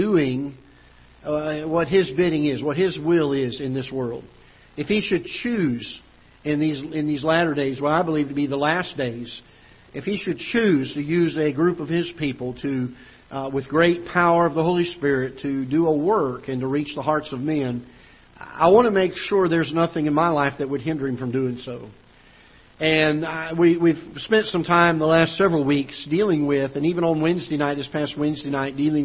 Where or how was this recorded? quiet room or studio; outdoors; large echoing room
large echoing room